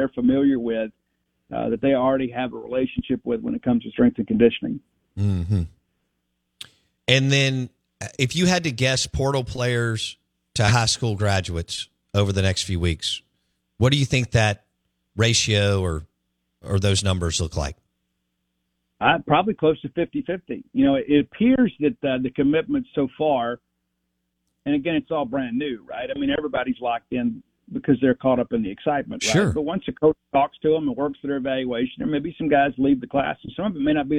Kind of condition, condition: link, phone line